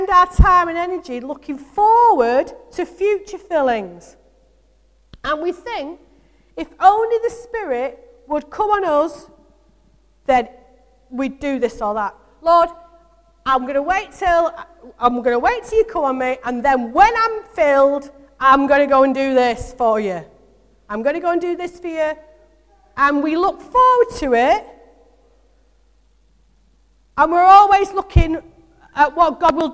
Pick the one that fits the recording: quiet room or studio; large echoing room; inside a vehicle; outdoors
large echoing room